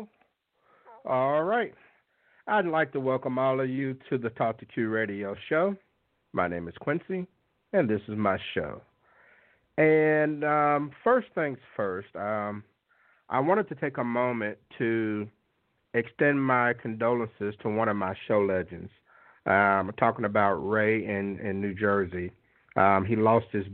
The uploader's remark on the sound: On tonight's live call-in show, I'll ask the callers the questions and they will decide the answers. The Talk 2 Q Radio Show.